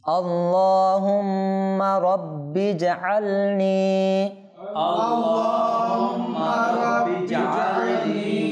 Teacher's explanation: মিমের মধ্যে মিম মুশাদ্দাদ হয়েছে, এখানে গুণা আছে